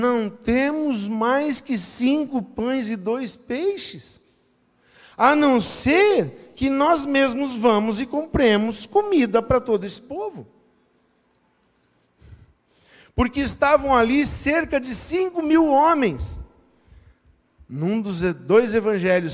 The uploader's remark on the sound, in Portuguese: Em nosso Culto da Generosidade. Na Igreja ABA Blumenau (Transmitido ao vivo).